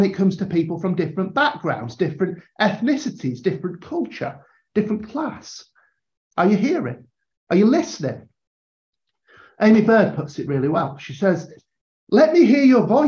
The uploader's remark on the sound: A live episode from a recent online training session.